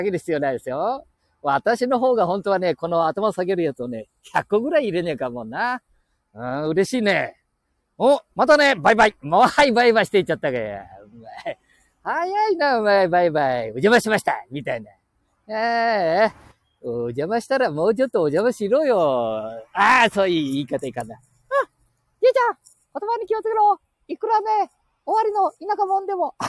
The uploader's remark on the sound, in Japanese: 街さんぽ LIVE